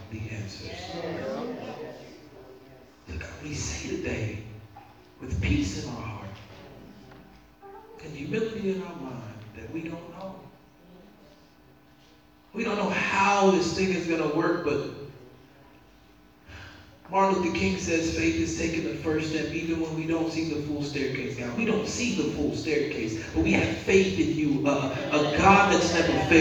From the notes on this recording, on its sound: this was a message preached at Metropolitan CME Church in Cincinnati.